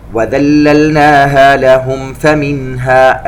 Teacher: الميم مع الفاء إظهار شفوي، وننتبه أن الميم عند الفاء تظهر ولا تخفى، والنون عند الهاء إظهار حلقي.